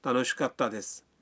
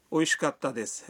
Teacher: کتا کے تلفظ میں کا اور تا کے درمیان ہلکا سا وقفہ ہے